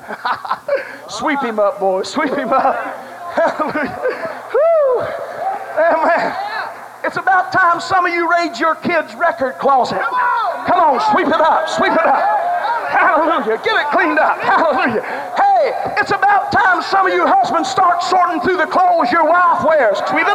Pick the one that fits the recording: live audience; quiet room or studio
live audience